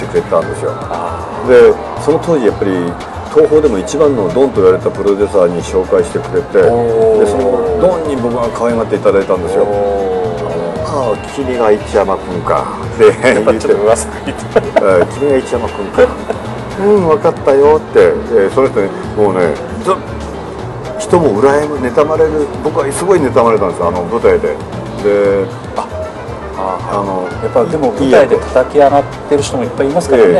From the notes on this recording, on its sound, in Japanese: 東京都内の某所で、お話しをお聞きしました。音声につきましては、スタジオでの収録ではありませんので、多少騒がしいのはお許しいただければと思います。